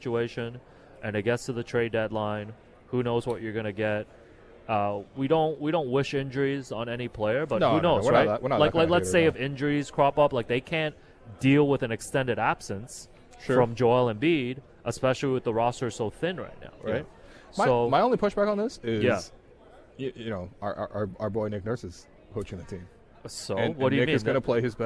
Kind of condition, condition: setting, busy venue